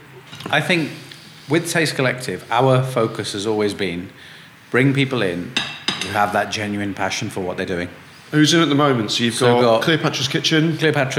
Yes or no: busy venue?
yes